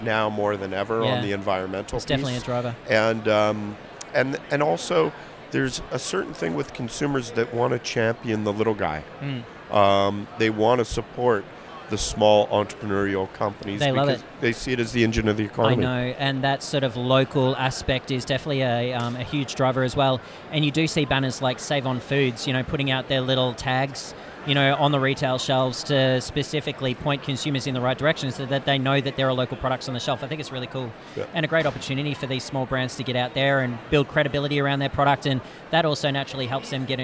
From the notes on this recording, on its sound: LIVE from the CHFA trade show floor. LIVE from the CHFA podcast booth. I would like to thank the whole CHFA team for the opportunity to participate and for providing such an awesome space to chat.